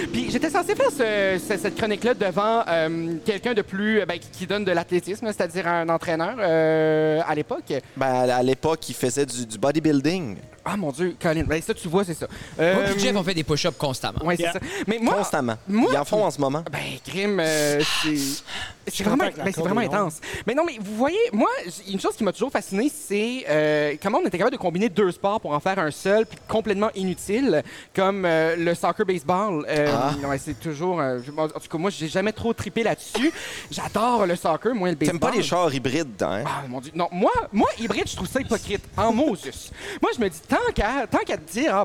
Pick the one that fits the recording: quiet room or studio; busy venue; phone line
busy venue